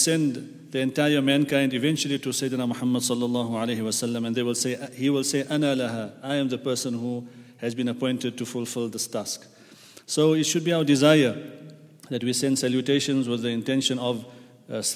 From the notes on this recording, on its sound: at the Houghton Masjid (West Street)